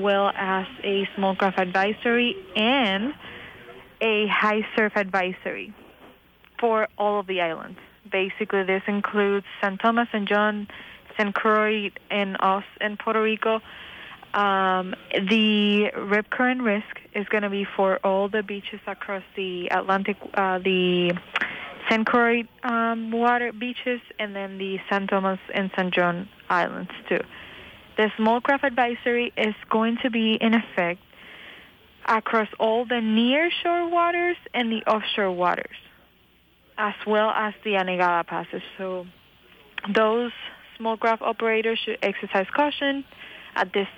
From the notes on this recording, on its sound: joined on the phone